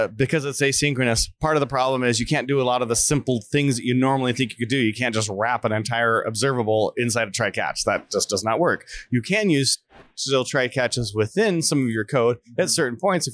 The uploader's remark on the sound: React Round Up at RxJS Live. Continues interviewing speakers at RxJS Live.